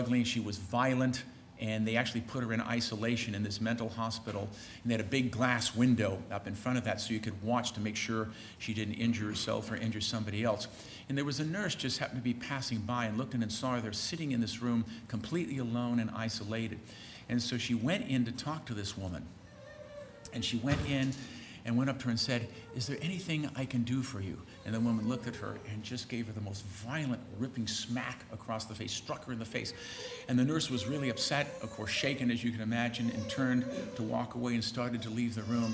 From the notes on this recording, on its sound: On Saturday, participants were treated to a full day of talks, beginning with a lecture from College President